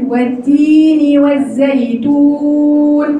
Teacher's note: بس انا طولت الواو بتاعت الزيتون شويه عشان هقف عليها